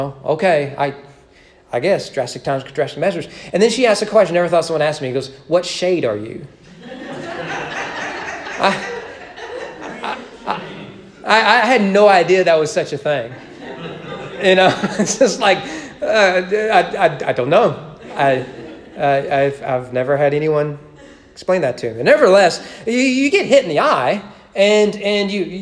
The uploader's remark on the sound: Sermon preached at East Frankfort Baptist Church on March 28, 2021 during evening worship.